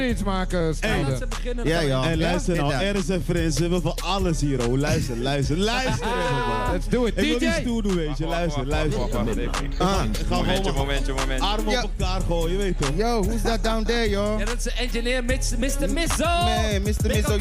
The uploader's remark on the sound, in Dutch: Welkom bij MOB (Mobiele Omroep Bijlmer) Mobile Vulgus Edition vanaf Groove on the Roof. 7 uur live FM radio in het kader van het … Tributeconcert 2017.